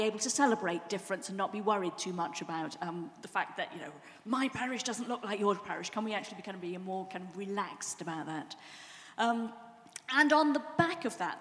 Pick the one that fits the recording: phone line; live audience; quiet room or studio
live audience